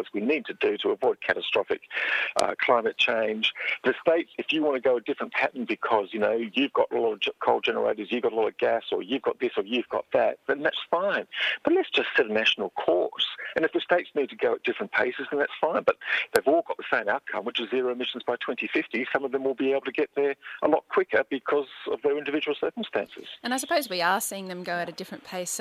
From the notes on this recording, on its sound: Phones in to discuss his book.